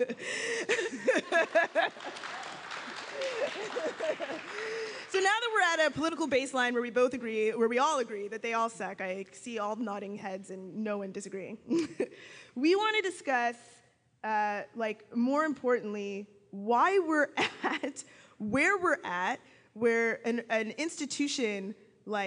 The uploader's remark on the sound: Live from Toronto. Special thanks to the Black Liberation Collective at Ryerson, volunteers at CJRU. Staff at the Ryerson Student Centre and the folks who arrived early enough to help us set up and take down the chairs.